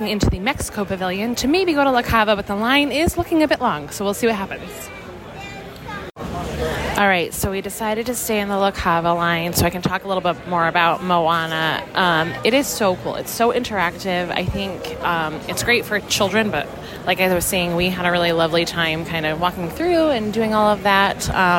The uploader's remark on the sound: Live From The Parks. Live from WDW.